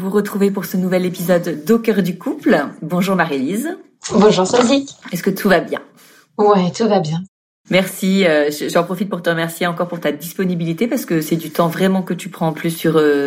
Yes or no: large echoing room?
no